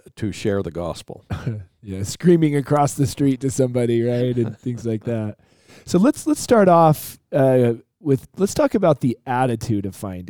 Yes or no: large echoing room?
no